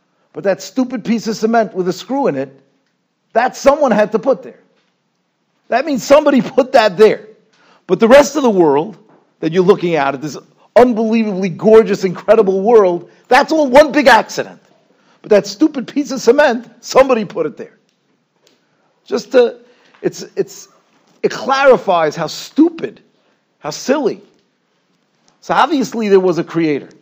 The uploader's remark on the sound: Shiur recorded in Yeshivas Ohr Reuven, Monsey, NY.